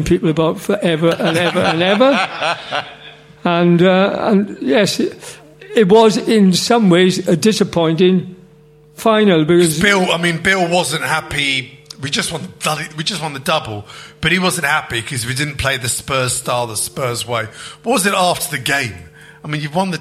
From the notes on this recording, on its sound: On this weeks show we are live from The Albany, Great Portland St